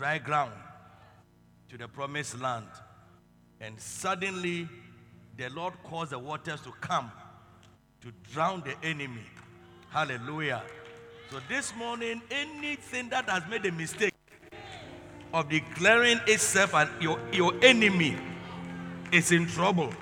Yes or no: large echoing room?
yes